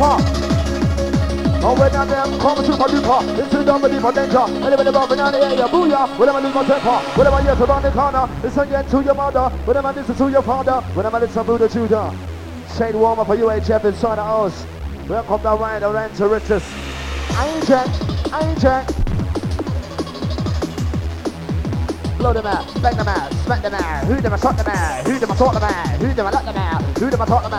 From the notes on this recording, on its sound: Another Set recorded at Definace in Barnsley